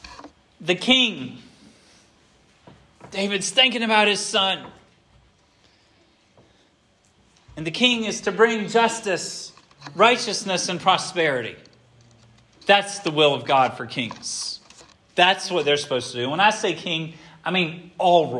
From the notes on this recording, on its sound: This sermon was preached at Hope Fellowship on the second Sunday of Advent